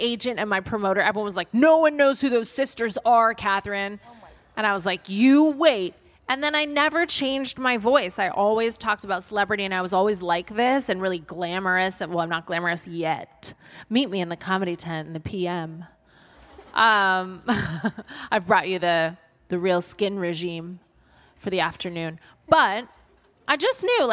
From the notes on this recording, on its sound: Live at Latitude. Recorded in front of a live audience at Latitude festival.